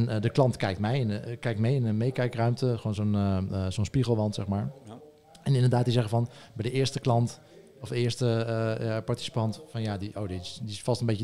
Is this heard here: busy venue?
yes